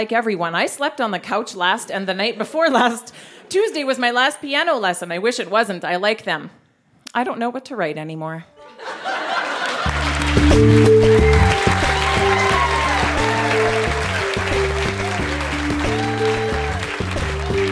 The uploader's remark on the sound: Recorded live at The Refinery in Saskatoon, SK.